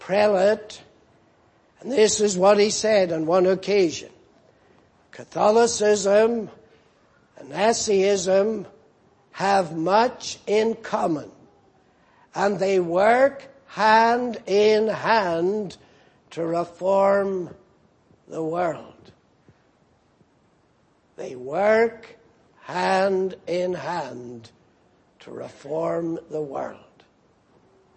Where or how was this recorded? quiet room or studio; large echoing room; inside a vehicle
large echoing room